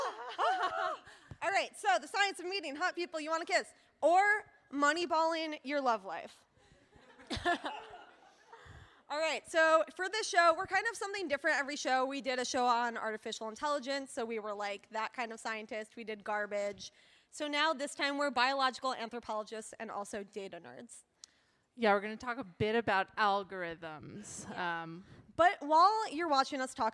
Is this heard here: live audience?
yes